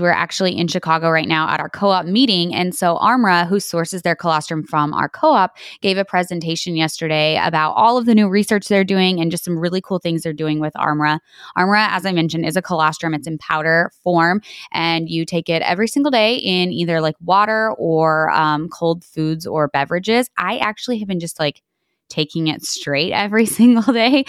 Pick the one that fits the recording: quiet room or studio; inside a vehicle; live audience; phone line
quiet room or studio